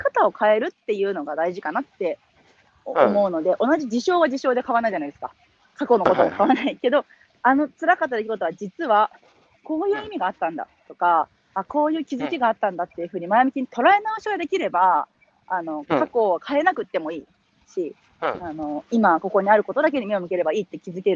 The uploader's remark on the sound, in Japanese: 歩きながら1時間、対談する。